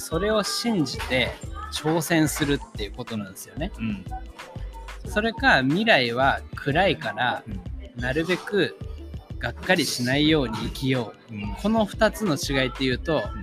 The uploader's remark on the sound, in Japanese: 逗子にある渚橋珈琲で、読書会をやり、その後ラジオ収録してみました